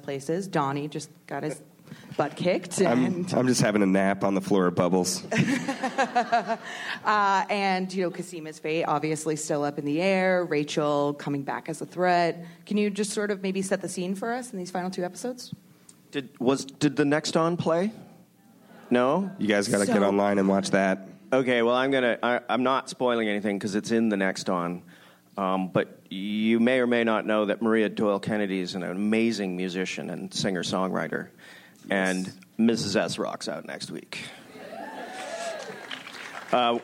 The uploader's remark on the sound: ORPHAN BLACK panel from ATX Television Festival. Recorded June 6, 2015 at ATX Television Festival.